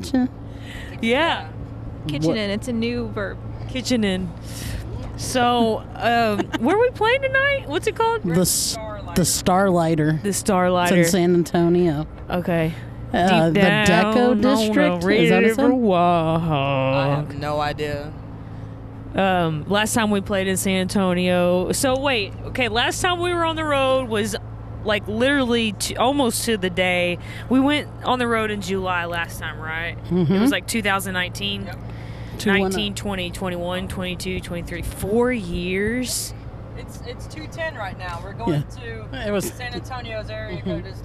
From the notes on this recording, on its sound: Mic'd up our car convo on our drive down to San Antonio this past August as we embarked on our 2023 Mini Tour!